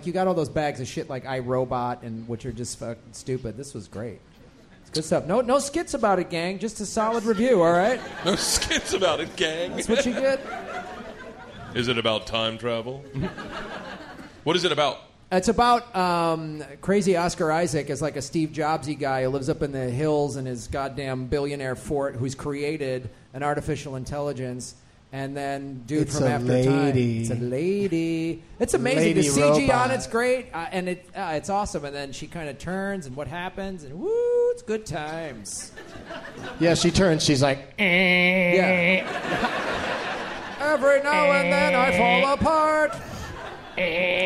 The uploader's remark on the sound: Live from Cobb's Comedy Club in San Francisco